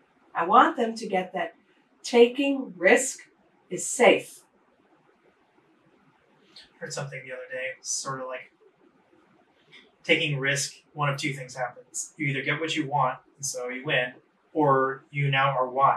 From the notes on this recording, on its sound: Please bear with us as we had to rely on camera audio due to technical issues.